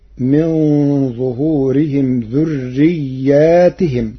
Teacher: قرأ ورش كلمة ذريتهم بألف بعد الياء وجر التاء